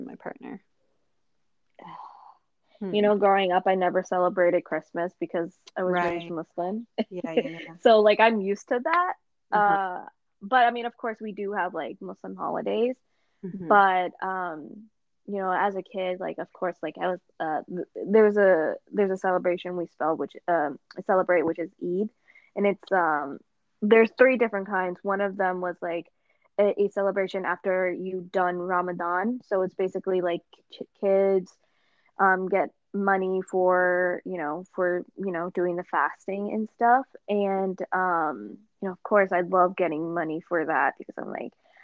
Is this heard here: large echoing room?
no